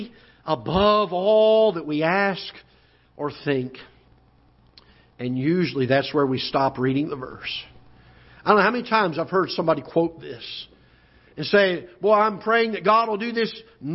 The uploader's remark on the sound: Ketha Heights Baptist Church ~ Live Broadcast